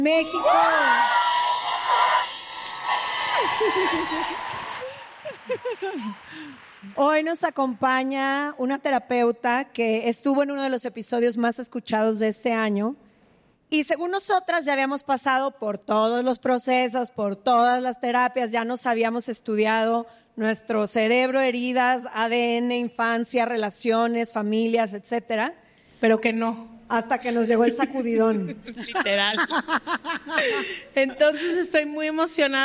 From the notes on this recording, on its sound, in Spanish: “Se Regalan Dudas: Episodios en vivo” desde el Lunario del Auditorio Nacional en CDMX